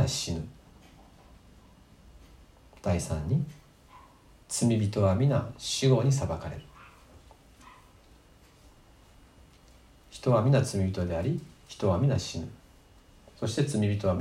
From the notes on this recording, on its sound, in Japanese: 2020年9月27日吉備教会礼拝メッセージ録音